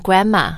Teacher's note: the N and the M, they're so similar that you can just kind of make it one sound